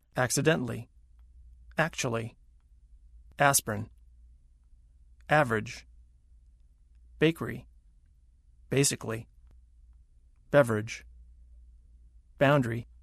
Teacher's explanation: Intonation can also completely get rid of certain entire syllables. Some longer words that are stressed on the first syllable squeeze weak syllables right out. · Term: Squeezed Out Syllables